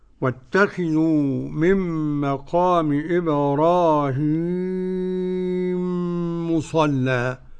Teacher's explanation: وقرأ السوسي بإدغام الميم في الميم إدغام المثلين